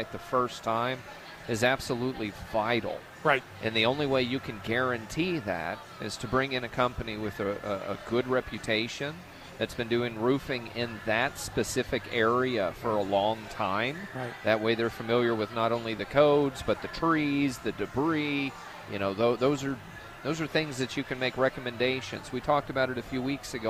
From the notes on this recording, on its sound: Live from the NC Pet Expo